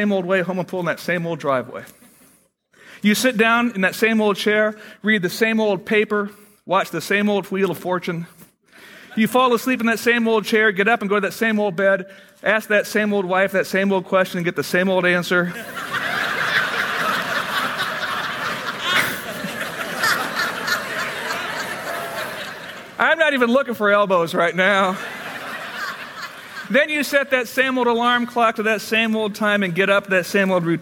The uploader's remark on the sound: Originally recorded on November 1, 2009, at Fellowship Missionary Church, Fort Wayne, IN.